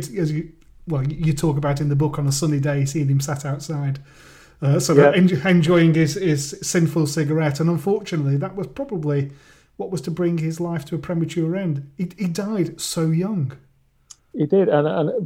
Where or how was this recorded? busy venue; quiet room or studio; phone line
quiet room or studio